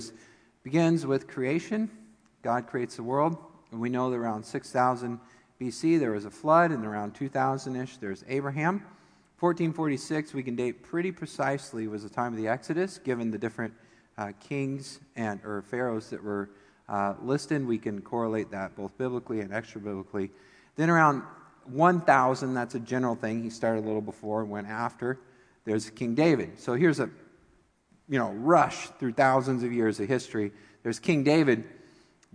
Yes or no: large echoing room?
yes